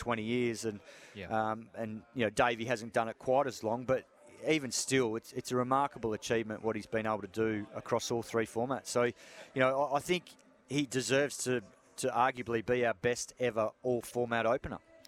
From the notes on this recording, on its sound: joins the boys live from the SCG